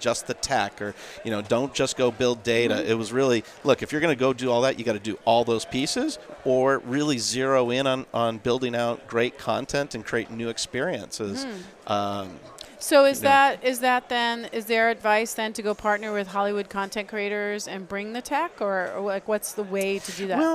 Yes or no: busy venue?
yes